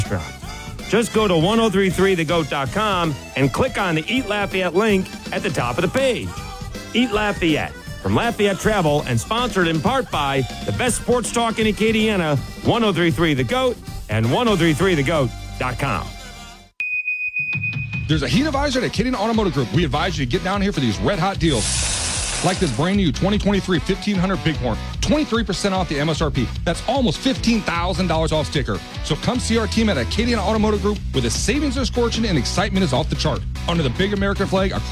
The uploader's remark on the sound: SportsChat is LIVE in Nashville from SEC Media Days.